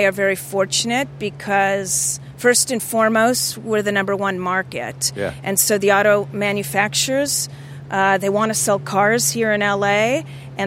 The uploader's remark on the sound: She talked with us from the show floor.